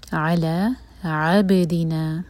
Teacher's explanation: عین لائٹ اور با پر قلقلہ